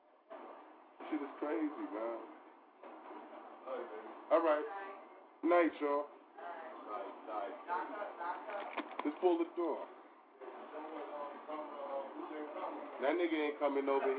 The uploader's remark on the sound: 2 Hr call in from 8 to 10 pm